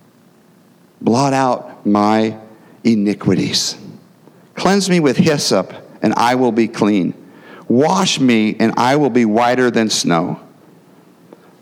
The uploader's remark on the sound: the gospel preached at our church on Sunday